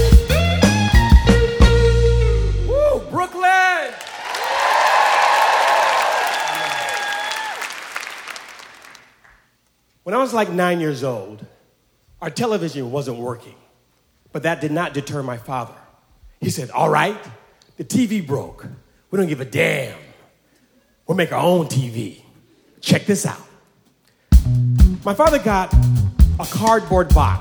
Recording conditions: live audience